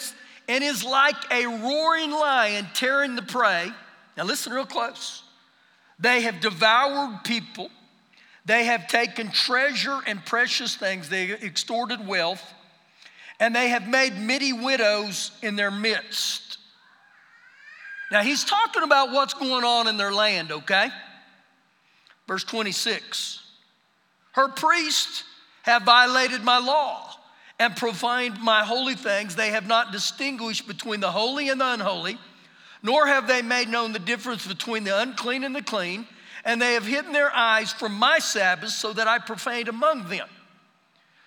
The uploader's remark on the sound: Recorded live during our Sunday morning service